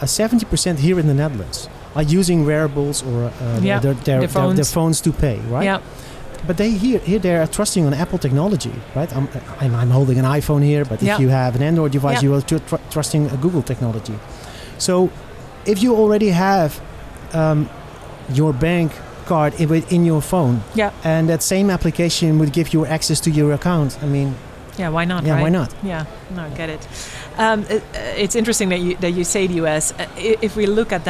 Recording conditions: busy venue